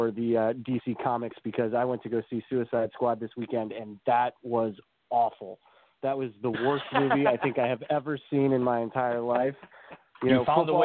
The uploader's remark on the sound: as we do each week, we'll answer your phone calls